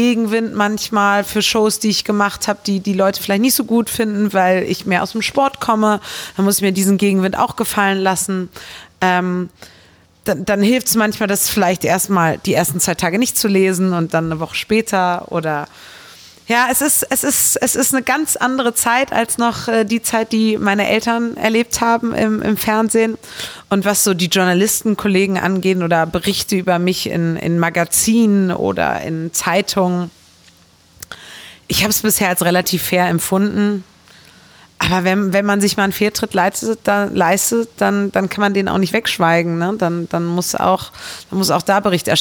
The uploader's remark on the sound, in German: turi2 hat den Podcast Anfang März in der Fußballkneipe Lotta in Köln aufgezeichnet.